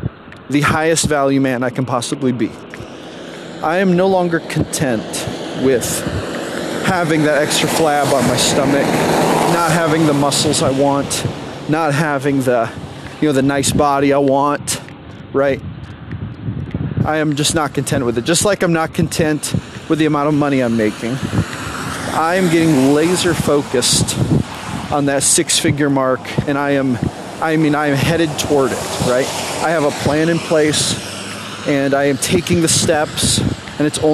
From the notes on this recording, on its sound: while walking along the side of the road while it's raining at 6 AM in the morning.